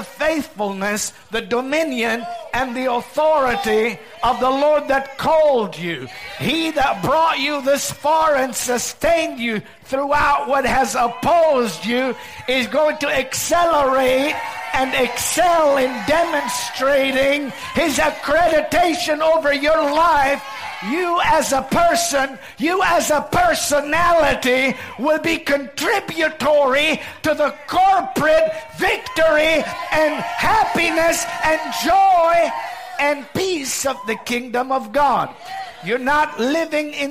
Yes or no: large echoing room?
yes